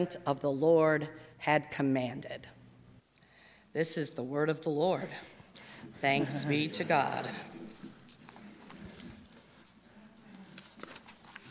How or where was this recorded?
large echoing room